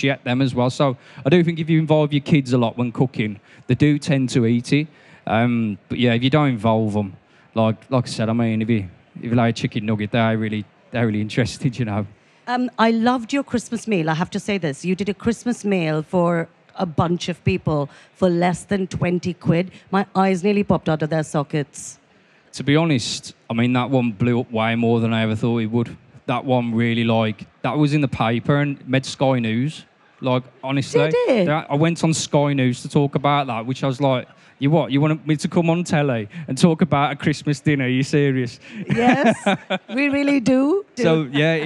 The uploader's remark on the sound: Recorded live at the BBC Good Food show in Birmingham.